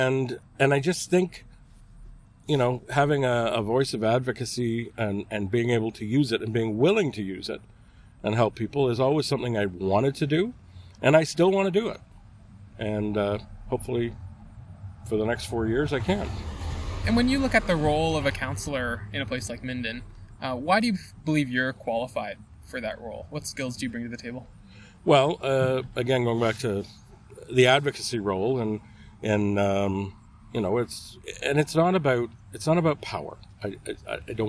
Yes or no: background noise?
yes